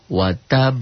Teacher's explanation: Qalqalah kubro, qalqalah besar, ialah bunyi huruf qalqalah yang matinya bukan asal, dan matinya karena dihentikan